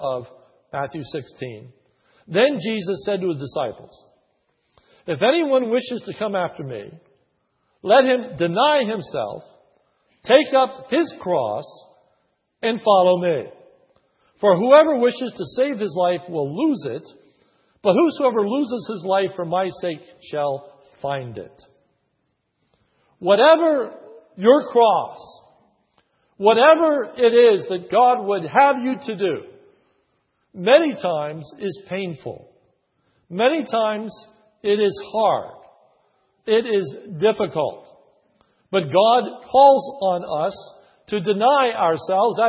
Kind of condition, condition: setting, large echoing room